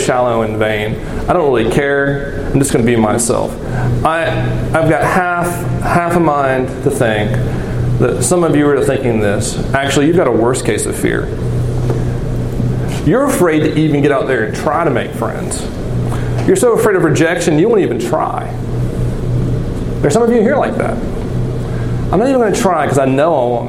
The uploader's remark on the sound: This recording is from Geneva College Chapel on Feb.